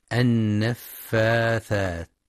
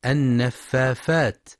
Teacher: خطأ شائع في كلمة النفاثات خاصة عند صغار السن، حيث يبدلون الثاء فاء النفافات، فلينتبه لنطقها الصحيح بالثاء النفاثات.